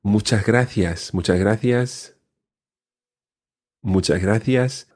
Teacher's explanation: The S before the gracias is swallowed a little. · Term: S being swallowed